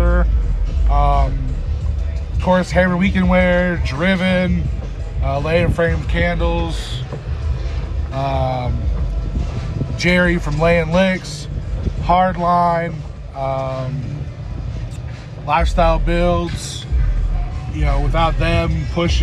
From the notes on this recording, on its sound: This week we are boots on the ground at Southern Tradition in Canton GA